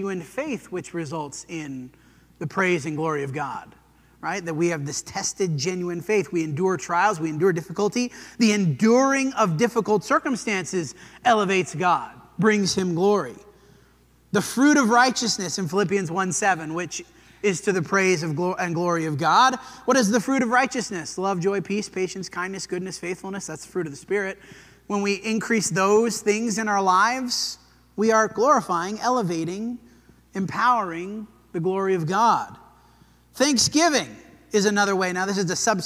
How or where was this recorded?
large echoing room